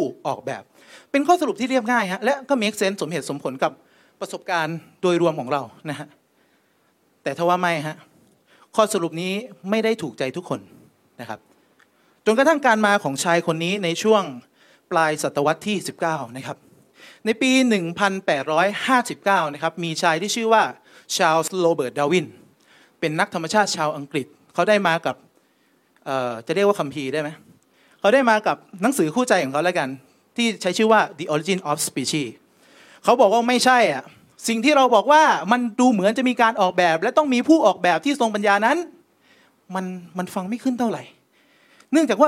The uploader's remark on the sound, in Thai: เทปบันทึกงาน Assabiqoon Islamic Forum ครั้งที่ 1.